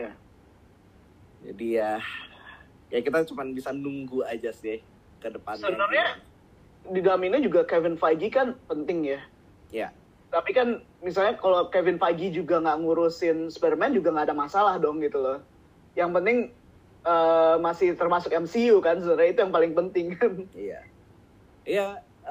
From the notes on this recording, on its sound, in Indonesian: Episode ini direkam melalui koneksi internet yang tidak stabil, maka tolong dimaklumi kualitas suara yang berubah-ubah.